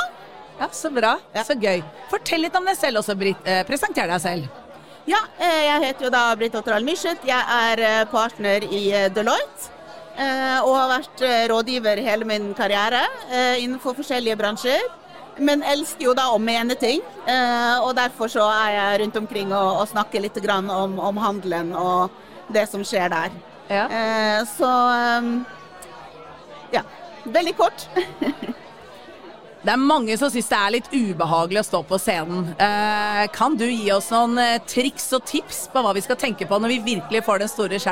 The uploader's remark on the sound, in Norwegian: Denne episoden er fra da Bauer Media hadde live podkast mellom foredragene på Den Store Annonsør Dagen 13.